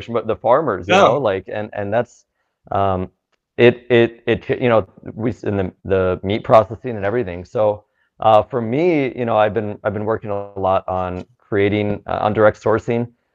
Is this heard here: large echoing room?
no